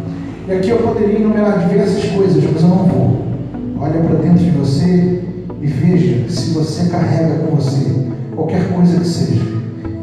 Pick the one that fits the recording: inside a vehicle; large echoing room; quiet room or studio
large echoing room